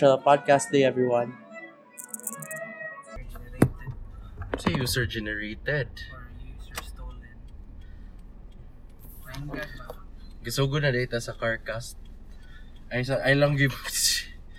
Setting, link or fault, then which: setting, inside a vehicle